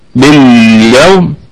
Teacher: طيب وباليوم، طبعا هذه الهمزة تكررت معنا وقلنا انها لا تثبت ابدا، هي همزة تصل على اي حال. باليوم اللام ساكنة وفيها صفة التوسط البينية بين الشدة والرخاوة، كل الكلمة مرققة